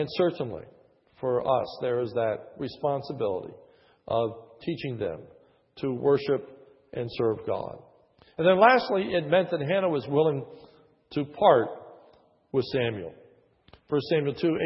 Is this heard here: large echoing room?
yes